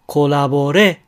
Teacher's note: コラボの3つを低めに同じ高さで言い、レで上がって高いままでレで終わってしまうこともあります。これが図の 4-1です。また図の 4-2のようにレーというふうに下がることもあるんですね。コラボレーというふうになります。